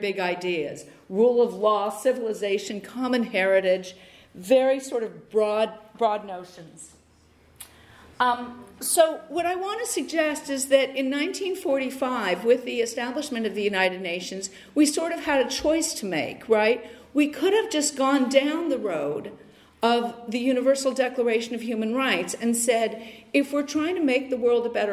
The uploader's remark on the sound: Lecture on the conference "70 years: no peace with NATO" by Rosa-Luxemburg-Stiftung in Frankfurt, Germany, March 31 2019